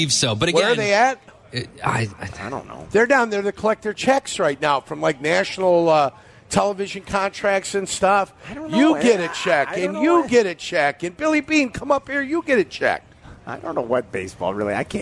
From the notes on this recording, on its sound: live from Twin Peaks in Warrenville!